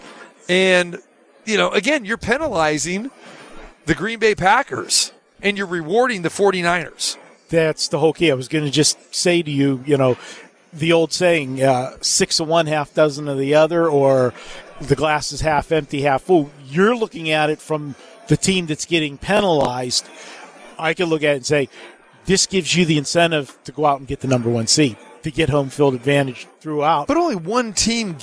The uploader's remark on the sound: Live From the Super Book at Westgate Las Vegas